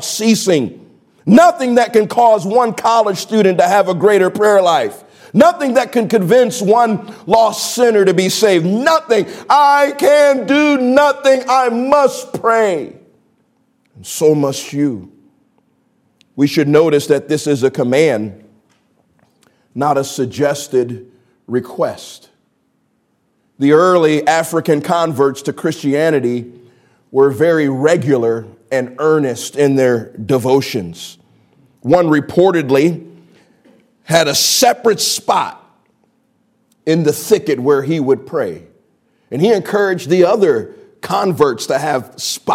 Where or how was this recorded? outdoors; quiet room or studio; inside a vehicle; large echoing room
large echoing room